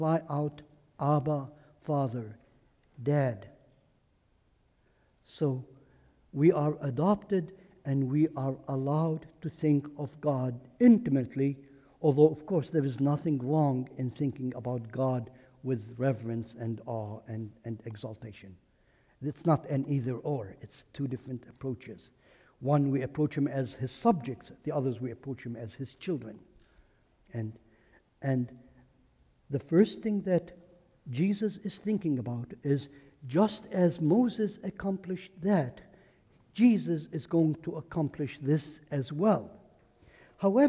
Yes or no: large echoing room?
yes